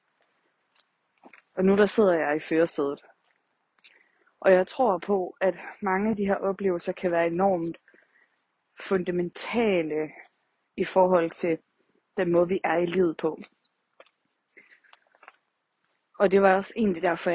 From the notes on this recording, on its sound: Walk & Talk. I dagens afsnit er jeg ude og gå en tur og tager jer med!